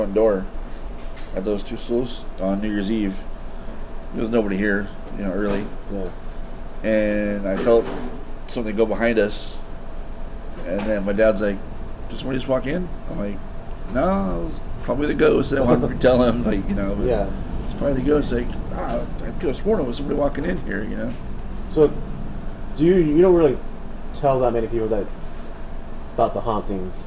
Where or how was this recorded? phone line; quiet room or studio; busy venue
busy venue